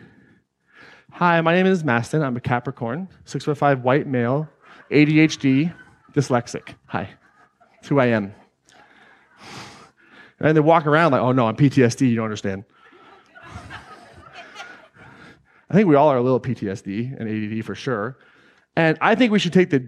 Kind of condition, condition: setting, live audience